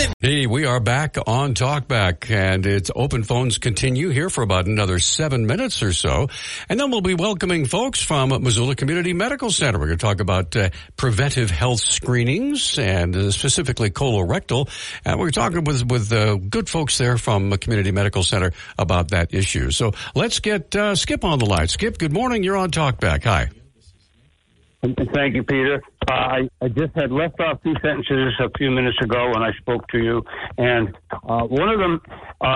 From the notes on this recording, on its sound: Then we had an hour of open phones.